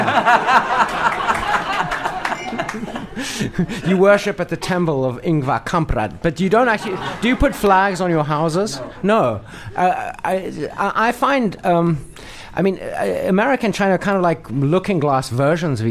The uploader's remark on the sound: Live at the Bookworm. Recorded during a special live event at the Bookworm Literary Festival. To field questions from our live Beijing audience. Be sure to check out this unusual episode recorded in front of a live audience.